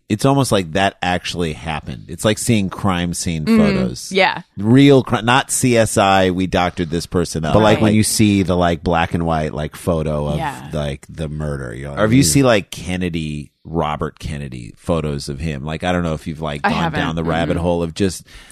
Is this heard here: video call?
no